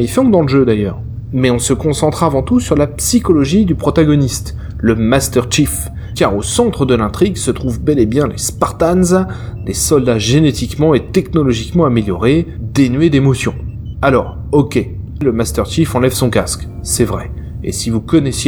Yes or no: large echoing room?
no